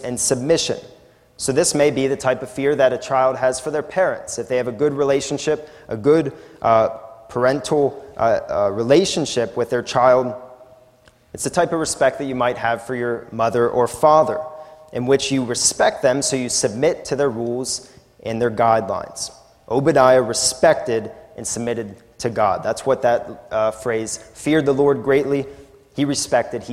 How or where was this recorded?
large echoing room